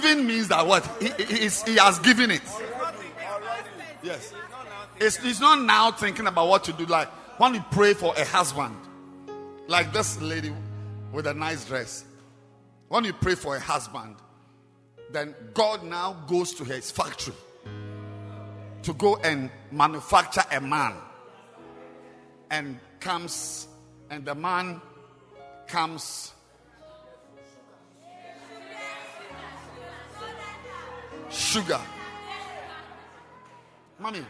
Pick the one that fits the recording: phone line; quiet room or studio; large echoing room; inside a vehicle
large echoing room